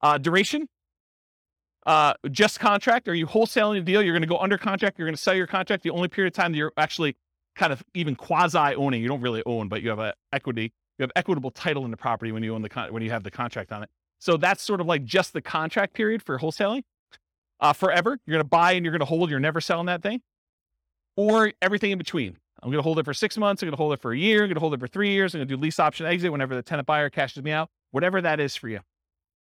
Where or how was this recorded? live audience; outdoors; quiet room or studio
live audience